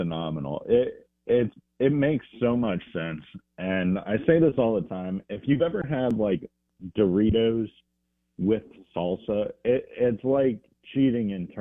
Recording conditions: phone line